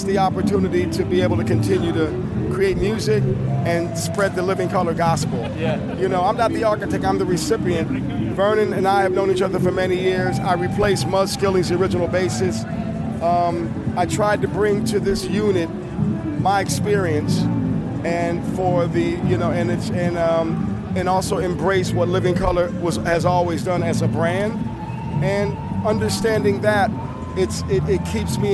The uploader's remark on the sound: On The Road At Summer NAMM